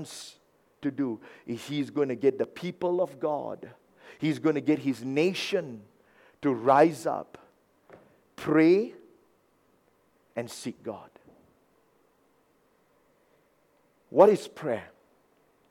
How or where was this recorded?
large echoing room